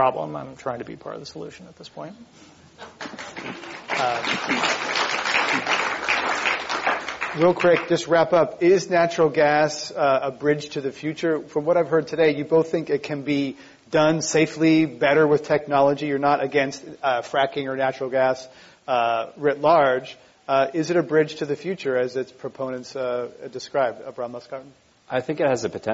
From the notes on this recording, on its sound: This program was recorded in front of a live audience at The Commonwealth Club of California on July 19, 2013.